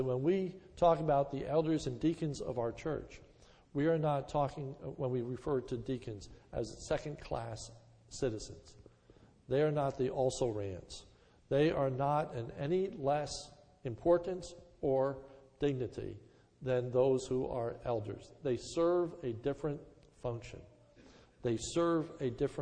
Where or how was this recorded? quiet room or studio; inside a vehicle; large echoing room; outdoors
large echoing room